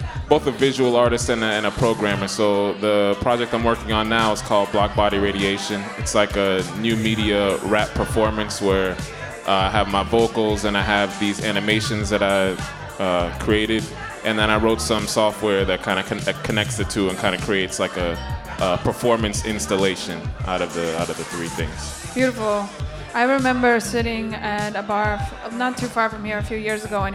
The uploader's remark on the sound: Originally broadcast live on August 29, 2016 from the storefront of The Late Late Bar on Houston Street in New York City.